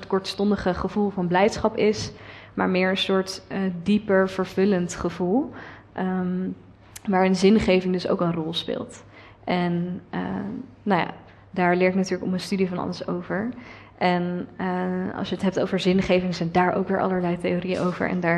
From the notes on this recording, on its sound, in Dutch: 1 Uur Over… is een live gespreksprogramma dat op 15 maart 2023 werd opgenomen in de Serre van de Botanische Tuinen in Utrecht